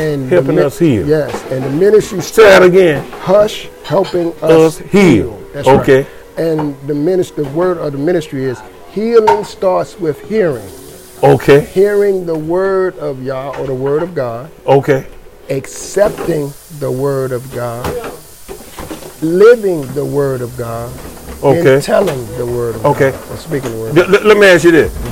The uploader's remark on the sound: Interview was extemporaneously done, per background noise.